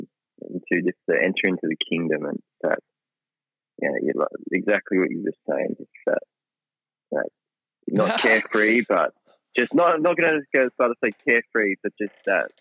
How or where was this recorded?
phone line